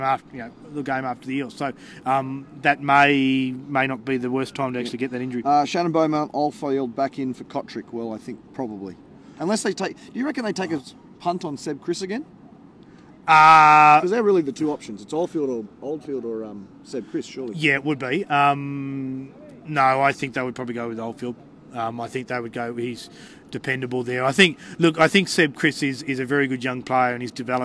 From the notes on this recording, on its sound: was on location after the match as the crowd streamed out!